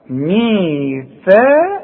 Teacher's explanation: في كتير ما يعرفوش يطلعوا الثاء دي، يقول لك ميثاقكم، ميثاقا، يا راجل هي ثاء مرققة لكن القاف مفخمة